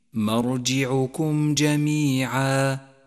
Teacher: ثانيا، لاحظ الإظهار الشفوي عند قوله تعالى مرجعكم جميعا، جاءت الميم الساكنة وجاء بعدها حرف الجيم وهو حرف إظهار شفوي، والواجب هنا أن نظهر الميم الساكنة والحرف الذي بعدها من غير غنة أو تشديد